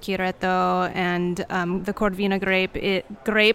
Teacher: I'm using the Italian rolled R when I'm speaking English